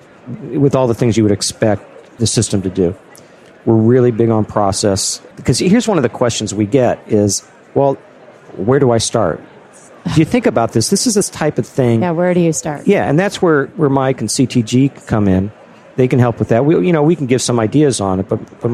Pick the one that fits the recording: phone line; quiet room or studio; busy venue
busy venue